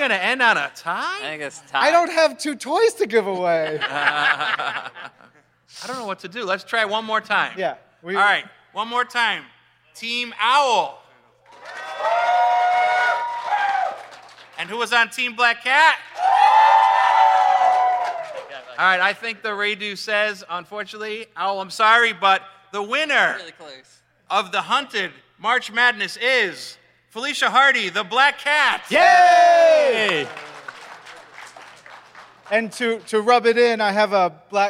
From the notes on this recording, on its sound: Tournament of the Hunted Panel Live at C2E2 2019.